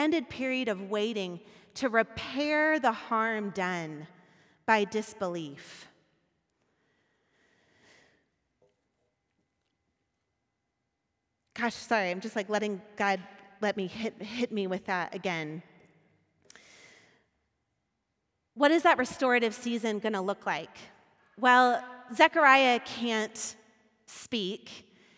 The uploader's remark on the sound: Recorded at our Sunday gathering on December 12th, 2022 in Port Orchard WA.